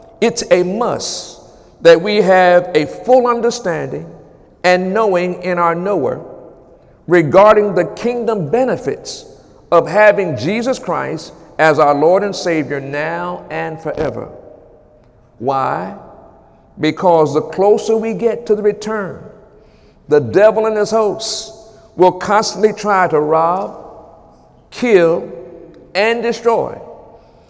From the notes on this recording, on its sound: During Wednesday night service